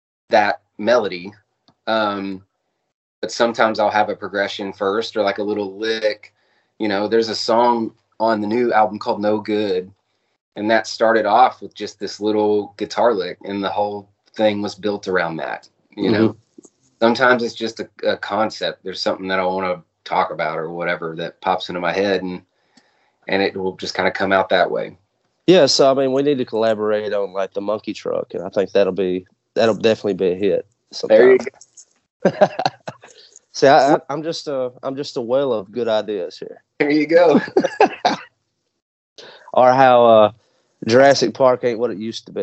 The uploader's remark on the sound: Skype called out to the Dallas/Fort Worth area